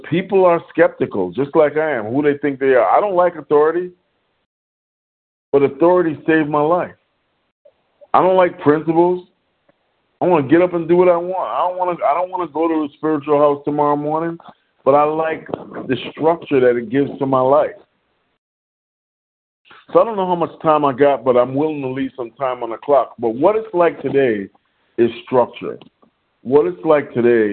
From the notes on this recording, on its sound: 100 Pounders Phone Meeting, 11/11/23